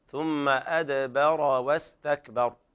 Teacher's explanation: مراعاة ترقيق الباء في أدبر واستكبر، حيث إن بعدها راء مفخمة والتفخيم يطغى على الترقيق، فلا بد من الاعتناء بمثل هذا.